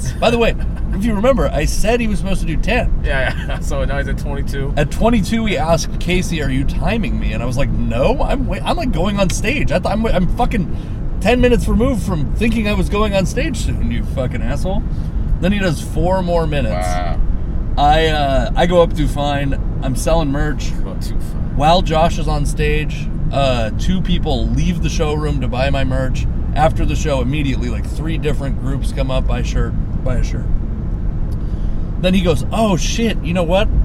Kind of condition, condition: setting, inside a vehicle